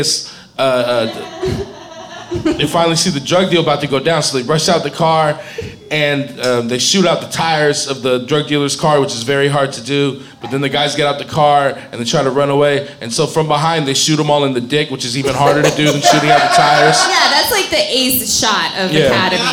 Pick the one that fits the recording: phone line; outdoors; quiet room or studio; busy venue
busy venue